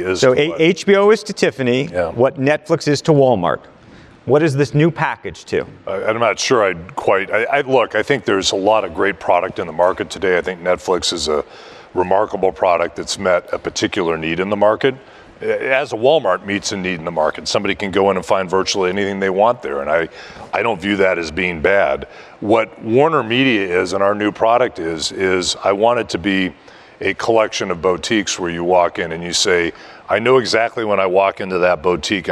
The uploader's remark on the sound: taped during the Vanity Fair New Establishment Summit